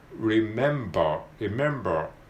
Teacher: member, member, member, remember, remember の mb って続くところなんですけど、m で口を閉じて、その閉じた口のまま b の破裂音を出す感じなイメージですね